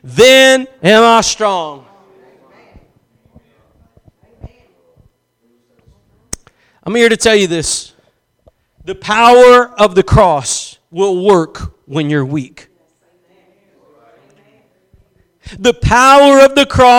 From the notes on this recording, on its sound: Preached at Gospel Lighthouse in Bossier City, La.